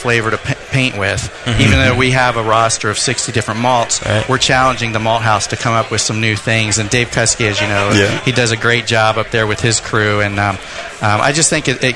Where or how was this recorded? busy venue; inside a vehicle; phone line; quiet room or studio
busy venue